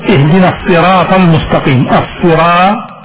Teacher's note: غلط أنت رققت الراء